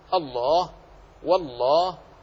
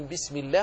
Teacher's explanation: أن لفظ الجلالة تفخم إن وقعت بعد فتح وضمة · Shown in: first take